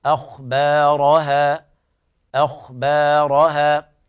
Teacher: بعض الناس يقرأ أخبارها أخبا، أو يقول أخبارها، إما يخرقك الخاء أو يفخم الباء بعدها، والأداء في الحالتين خطأ. الصواب ترقيق الهمزة ثم تفخيم الخاء بدرجة يعني متوسطة أو الدرجة الثانية، ثم ترقيق الباء بعدها